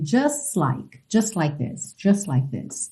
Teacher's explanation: você acaba omitindo mesmo esse T e já junta o S do just no like